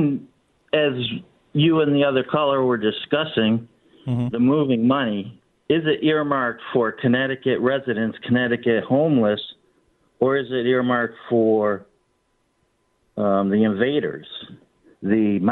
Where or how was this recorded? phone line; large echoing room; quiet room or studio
phone line